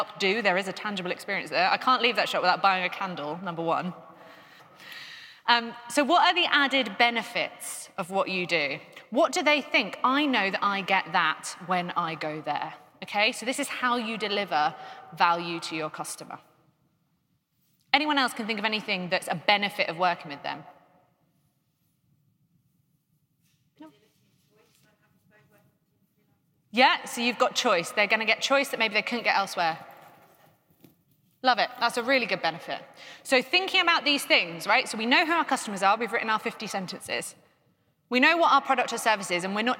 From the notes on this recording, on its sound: a keynote from GREENHOUSE 2021